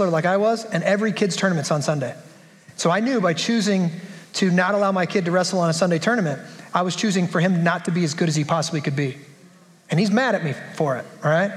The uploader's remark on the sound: At the women's event, we have a panel of ladies fielding a few questions.